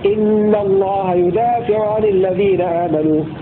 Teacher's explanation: وقرأ الباقون بضم الياء وفتح الدال وألف بعدها وكسر الفاء